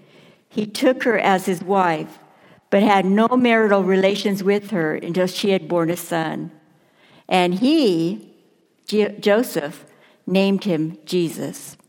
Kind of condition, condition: setting, large echoing room